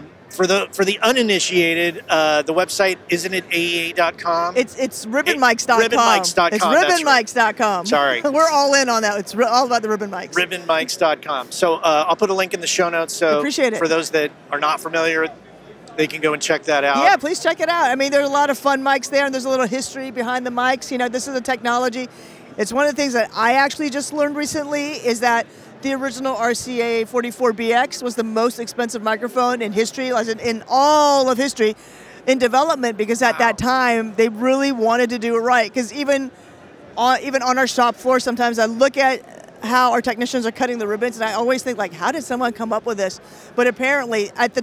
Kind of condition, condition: setting, busy venue